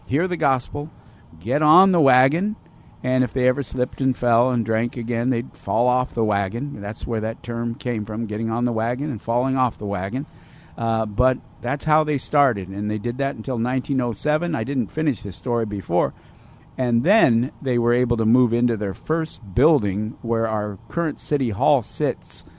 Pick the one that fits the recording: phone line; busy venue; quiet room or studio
busy venue